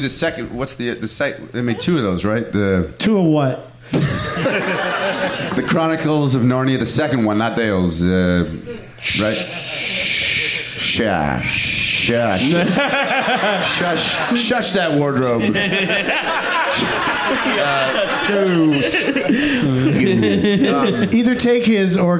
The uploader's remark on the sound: Live from the Cap City Comedy Club in Austin.